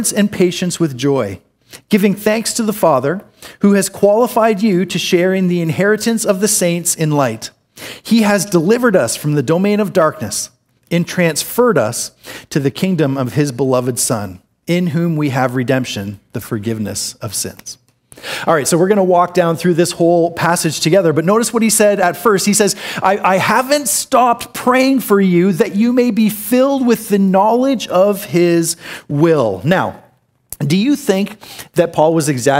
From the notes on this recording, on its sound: This is an audio recording of the second sermon in our series